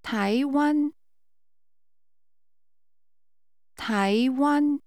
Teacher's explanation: Using rising and high level tones, say Taiwan.